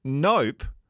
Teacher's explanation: that's an emphatic no, isn't it, when you close your lips?